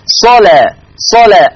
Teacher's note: اللام مفتوحة ومسبوقة بصاد مفتوحة. إذن حكم اللام التغليظ قولا واحدا